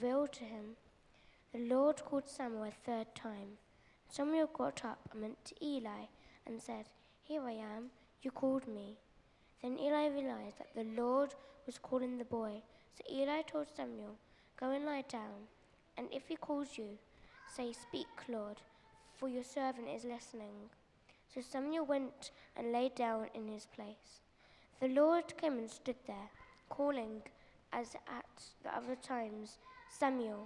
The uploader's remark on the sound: A recording of the scriptures and talk from our May All Age Family Celebration Service